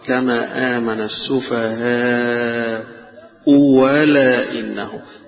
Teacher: يبقى همزة وبعدها واو، أو همزة وبعدها تسهيل · Term: إبدالها واوا